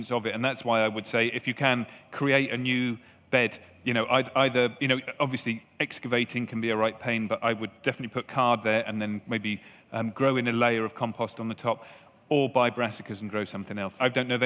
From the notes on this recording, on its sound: This week we're at the RHS Flower Show Tatton Park in Cheshire, revelling in this floral extravaganza in the glorious Cheshire countryside.